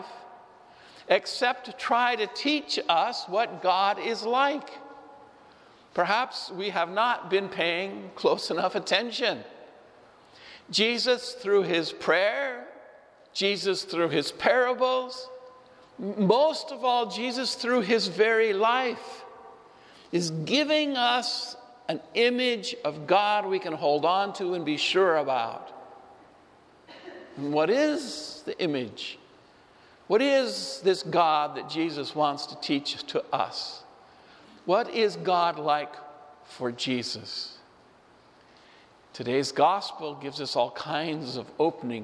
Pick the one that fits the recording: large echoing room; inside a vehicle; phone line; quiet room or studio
large echoing room